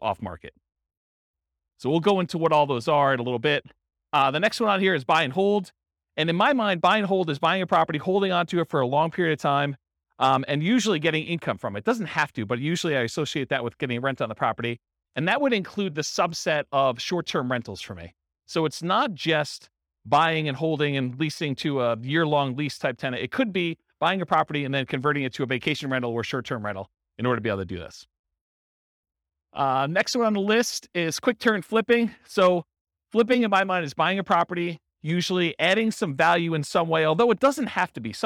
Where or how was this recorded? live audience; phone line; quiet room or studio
live audience